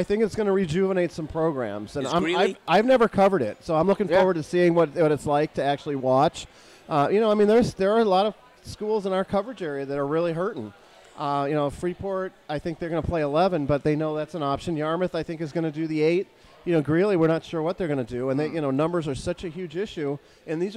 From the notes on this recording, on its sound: broadcast live from Gridiron Restaurant